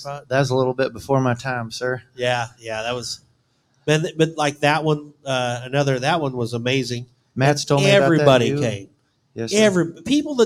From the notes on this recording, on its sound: joined us live at Brewster Street Pub in Corpus Christi for the Buc Days WCRA Rodeo!